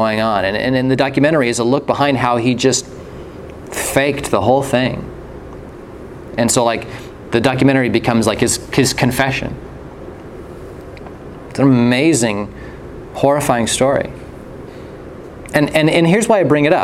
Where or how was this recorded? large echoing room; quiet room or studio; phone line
large echoing room